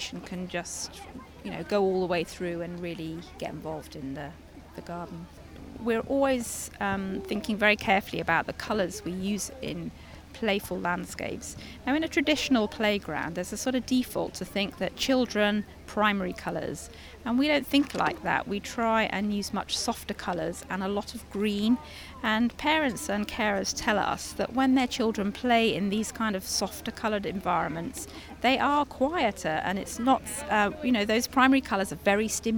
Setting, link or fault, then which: setting, busy venue